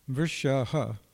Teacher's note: if you do the aspirated H, actually pronounce it, which we tend not to do, then you can get another syllable in there